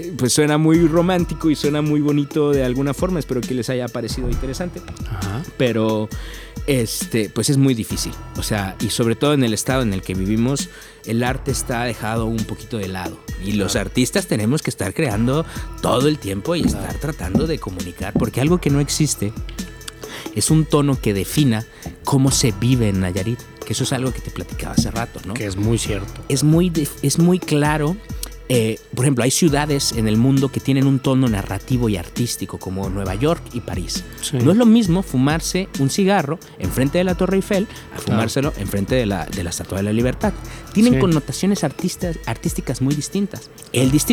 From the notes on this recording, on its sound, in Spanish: Una larga plática en el jardín de su casa.